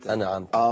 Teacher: الاخوه بيفتح النون بتاع انعمت بيقولوا انا عمت